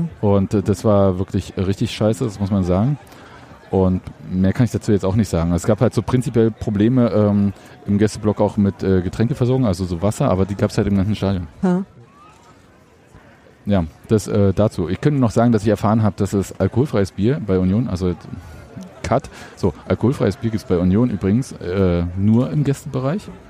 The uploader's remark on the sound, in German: Unseren Podcast direkt beim Union-Drachenboot-Fun-Cup aufgenommen.